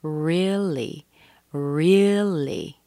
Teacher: And you also need to consider the R-E-A is pronounced ri, as in a short I, as in hit.